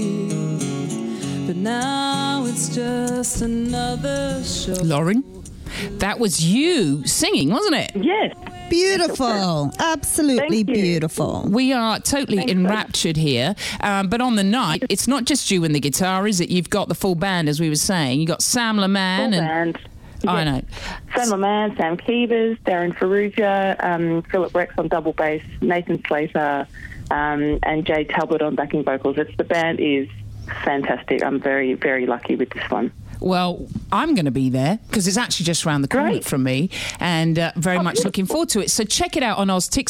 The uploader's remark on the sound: phones in to The G-Spot for a chat